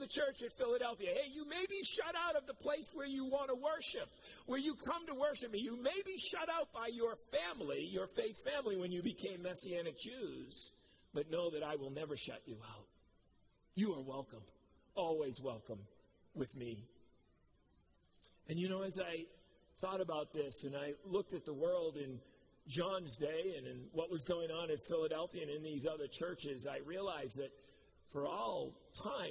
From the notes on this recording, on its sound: Preached at COMMUNITY Covenant on 8/8/21